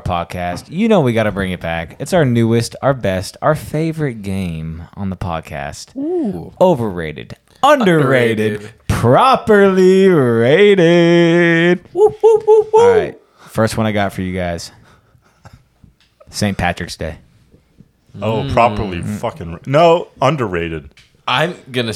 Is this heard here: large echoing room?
no